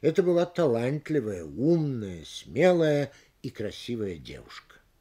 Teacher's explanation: Но если перечислены прилагательные без общего признака, то они требуют ударения на каждом из них, за исключением последнего, которое интонационно присоединяется к существительному.